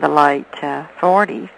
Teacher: You think she was talking about the light 40s. No, this is a case where the word late moves downward to where light was